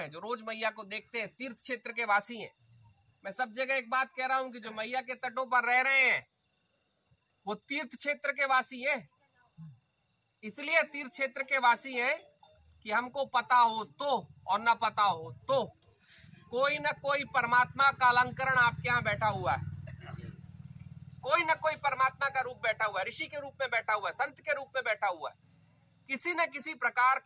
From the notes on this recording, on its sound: Discourse in Sukla teertha. While walking the 3000 kilometres of the Narmada Parikrama, from the biggest towns to the smallest villages.